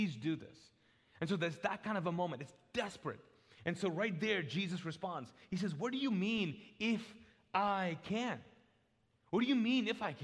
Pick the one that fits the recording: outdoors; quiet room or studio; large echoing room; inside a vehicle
large echoing room